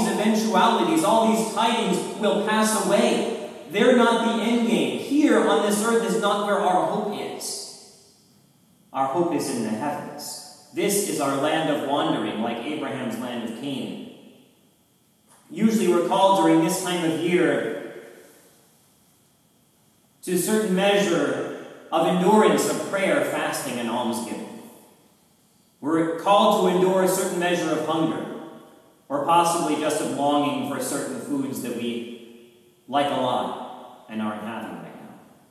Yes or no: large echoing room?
yes